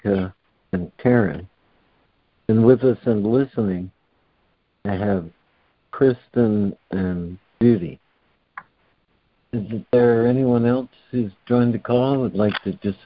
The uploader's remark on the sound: ACIM Daily Conference Call